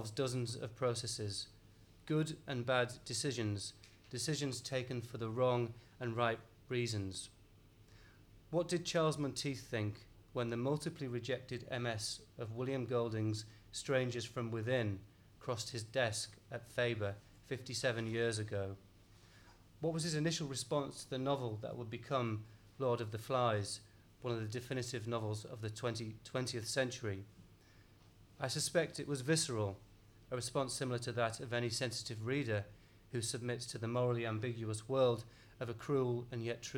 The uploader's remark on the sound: Recorded at the London Review Bookshop in May 2011.